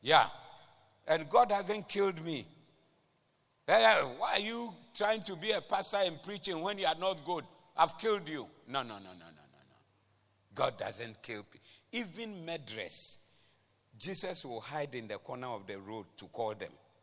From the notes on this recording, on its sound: Preached at the Doxa Service 03092023